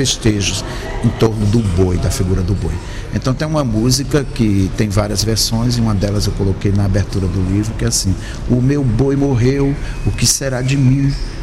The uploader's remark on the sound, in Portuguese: em direto do Festival Literário da Madeira